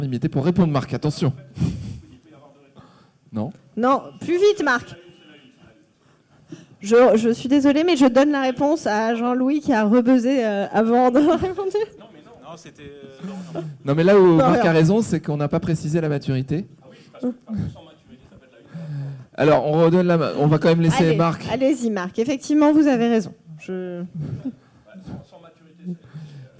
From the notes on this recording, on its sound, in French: Le talkshow du trading en live au salon de l'AT. En live au salon de l'Analyse Technique.